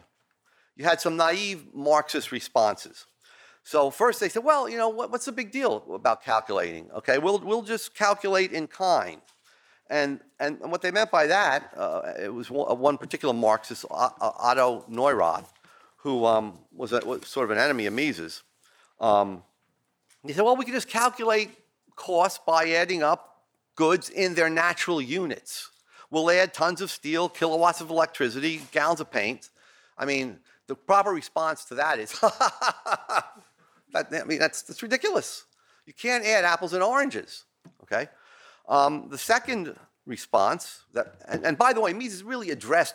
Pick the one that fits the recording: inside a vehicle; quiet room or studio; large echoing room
large echoing room